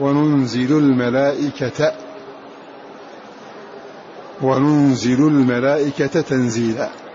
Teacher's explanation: بزيادة نون ورفع اللام وننزل وتخفيف الزاي ونصب رفع تاء الملائكة وننزل الملائكة وننزل الملائكة تنزيلا.